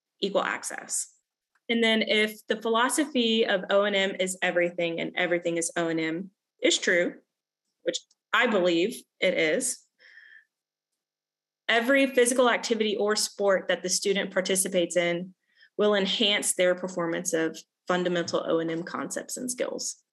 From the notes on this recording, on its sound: The replay of the free live training webinar that we held last week. We also have a short Q&A session by the end of the webinar.